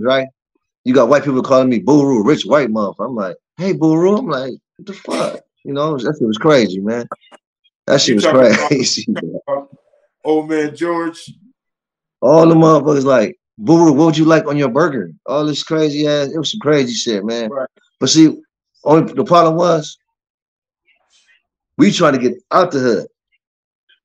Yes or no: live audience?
no